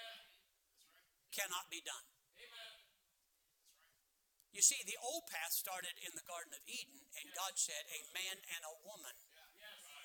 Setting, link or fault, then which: setting, large echoing room